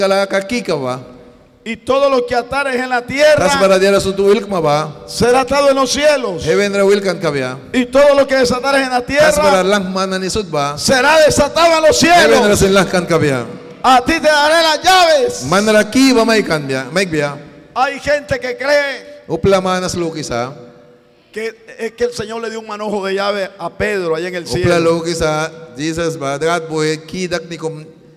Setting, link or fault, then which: setting, large echoing room